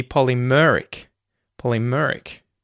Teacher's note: So the emphasis is actually on mer. So it should be polymeric.